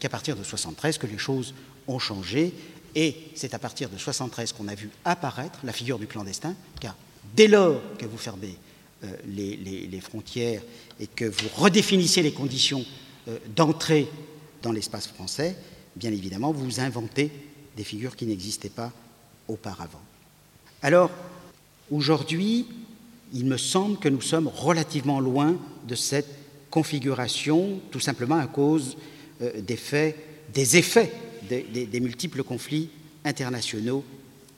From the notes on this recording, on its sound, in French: Conférence enregistrée le 12/02/16 depuis l&#39;Archipel, à Paris. Conférence enregistrée le 12/02/16 depuis l'Archipel, à Paris.